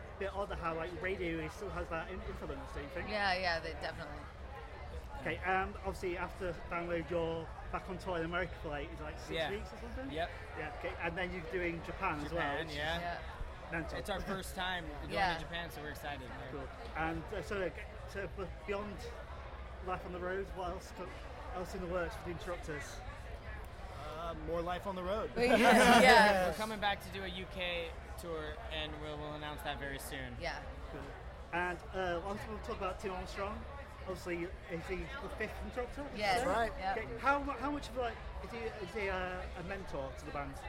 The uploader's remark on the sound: at Download Festival 2019